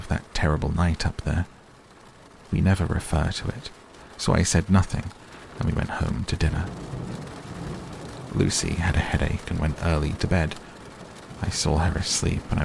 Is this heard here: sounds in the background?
yes